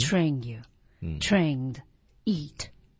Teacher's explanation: 你看他的重音全部落在最后一个字上